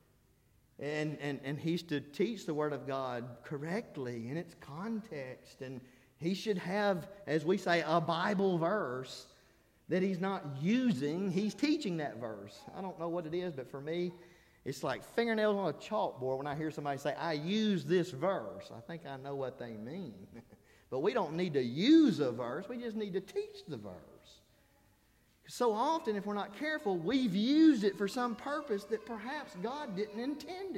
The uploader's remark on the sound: This is the Monday Night Sermon I preached during the Spiritual Revival I conducted at Harrisburg church of Christ April 16-19.